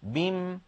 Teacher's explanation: على رواية حفص عن عاصم نقف عليها بحذف الألف